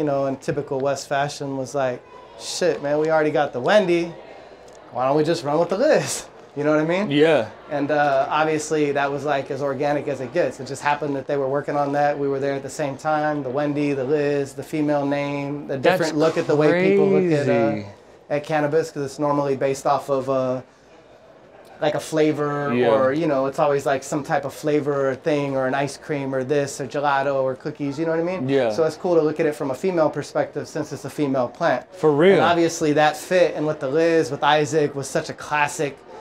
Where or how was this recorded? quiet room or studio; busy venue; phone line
busy venue